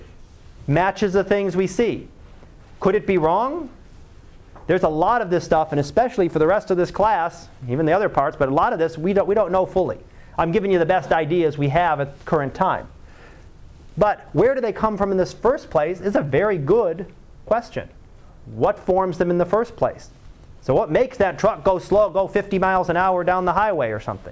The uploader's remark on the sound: Live Class Lecture